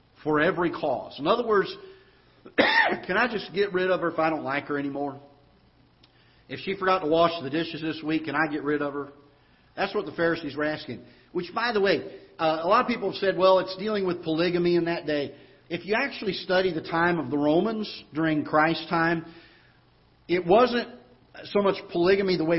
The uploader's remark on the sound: Ketha Heights Baptist Church ~ Live Broadcast